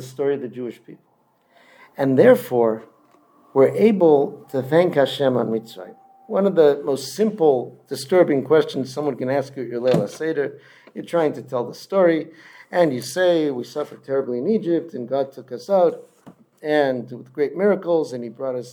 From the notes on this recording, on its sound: Delivered at Kehilat Ayelet HaShachar in Modiin